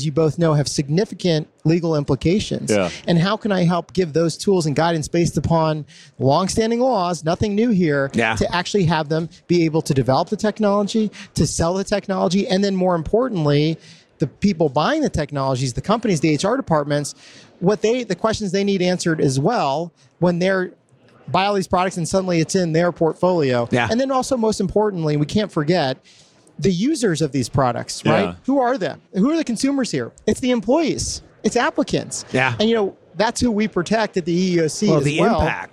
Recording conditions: busy venue